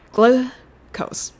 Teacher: グルと言わずに、グルー。グルー。グはほとんどありませんので、めっちゃ短く発音してください。